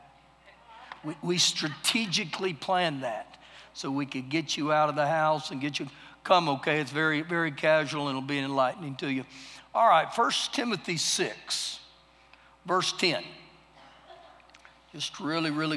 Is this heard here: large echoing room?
yes